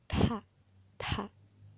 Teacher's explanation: itu jelas banget ya keluar ada udara gitu berarti dia termasuk hamas